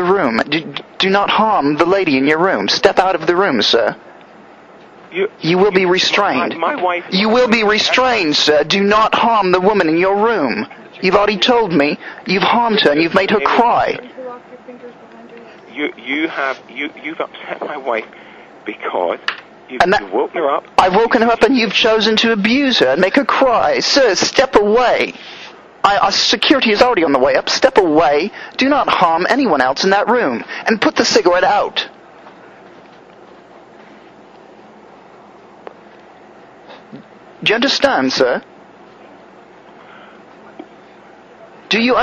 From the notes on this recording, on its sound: RBCP's Personal Prank Phone Calls Collection